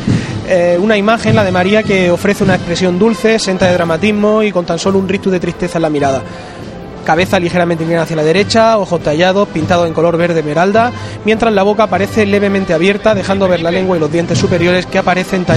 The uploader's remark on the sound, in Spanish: Conexión en directo con el Acto de las Espigas de la Cofradía de la Estrella. Chicotá del Paso de Misterio al final de la calle Rastro. Cruz de Guía en Plaza de San Ildefonso con una hora de adelanto, el Palio comienza a andar por Ramón y Cajal.